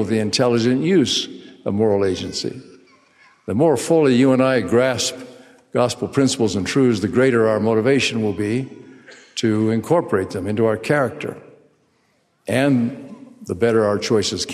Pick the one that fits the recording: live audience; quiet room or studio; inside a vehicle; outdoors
live audience